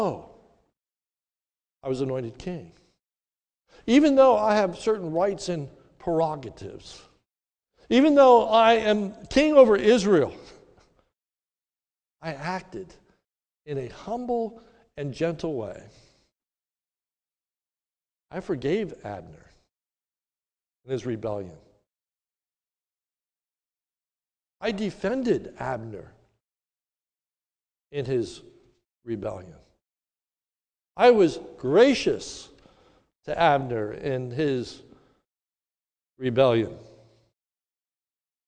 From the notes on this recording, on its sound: This sermon was recorded at the Lebanon Bible Fellowship Church in Lebanon, PA on 7/4/2021 during the morning service